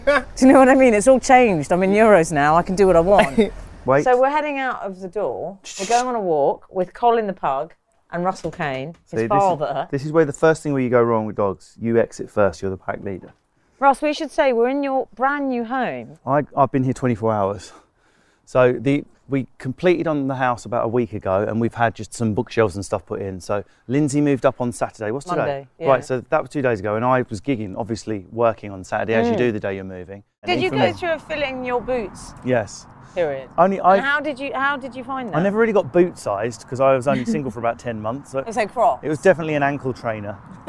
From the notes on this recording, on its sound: a ramble on Hampstead Heath